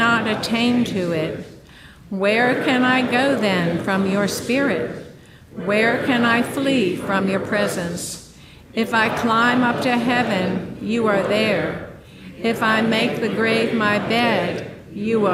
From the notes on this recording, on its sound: This special episode of the Our Savior Speaks podcast was recorded at the Evening Prayer service held at Our Savior Episcopal Church during the 202nd Convention of the Episcopal Diocese of Georgia.